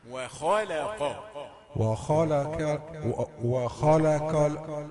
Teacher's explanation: لام رقيقة، لكن الخاء والقاف حولها مفخمتان